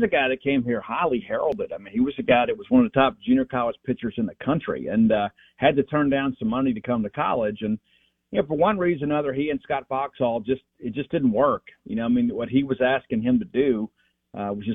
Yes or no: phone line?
yes